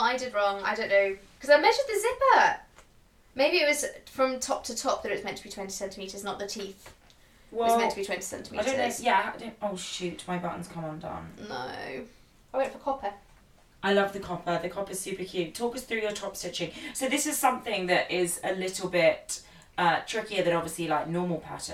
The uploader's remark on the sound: Please excuse some small audio issues we had with the microphone!